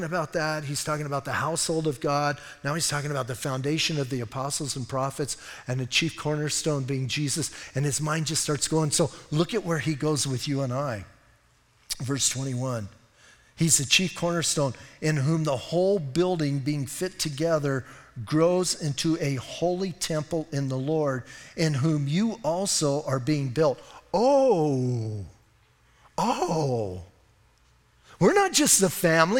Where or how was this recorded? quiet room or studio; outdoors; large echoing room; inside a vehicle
large echoing room